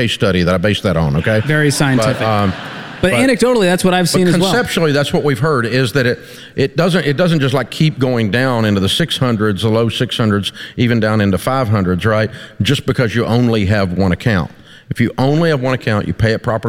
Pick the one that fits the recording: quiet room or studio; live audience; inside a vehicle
live audience